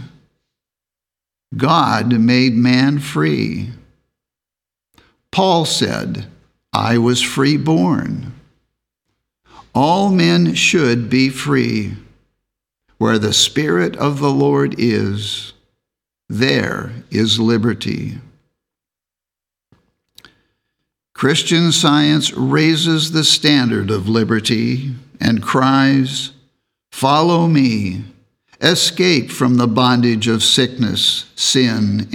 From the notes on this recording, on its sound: The Sunday service audio from December 31st, 2023